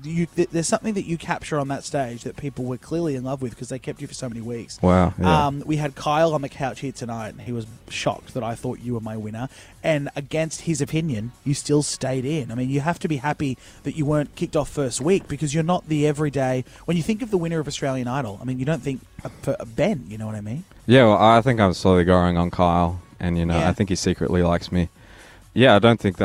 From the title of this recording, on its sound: Live at Australian Idol